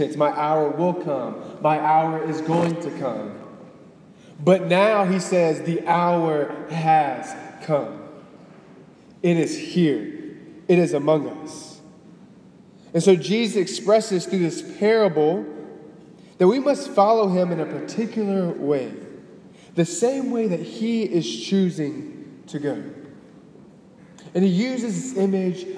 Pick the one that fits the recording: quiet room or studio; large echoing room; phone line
large echoing room